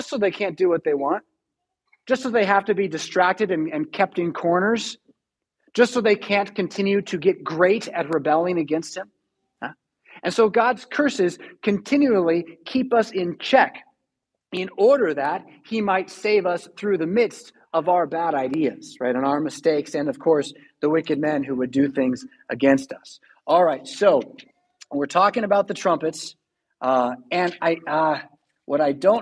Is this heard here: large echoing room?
yes